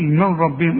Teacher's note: نون سكنة بعدها راء ادغام كامل، ها بدون غنة